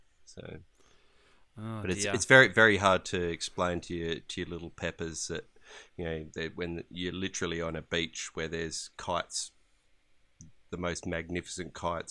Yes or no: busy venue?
no